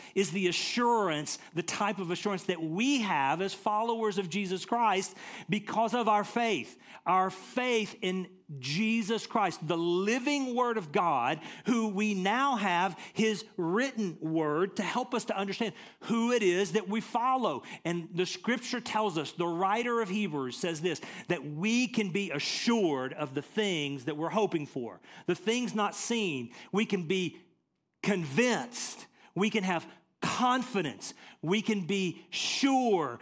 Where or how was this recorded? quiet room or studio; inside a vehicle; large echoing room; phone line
large echoing room